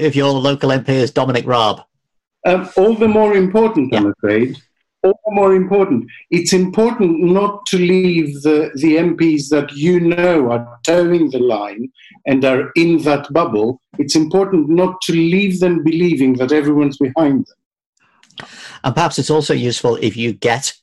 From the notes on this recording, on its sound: Recorded on Zoom at 1pm today.